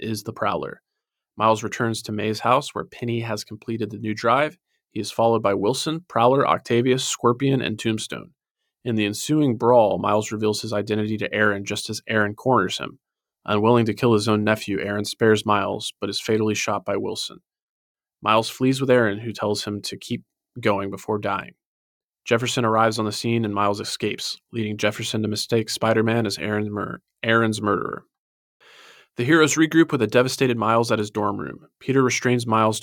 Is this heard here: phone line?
no